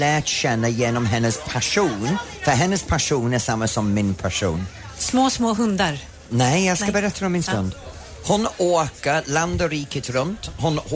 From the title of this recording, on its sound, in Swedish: Live från Liseberg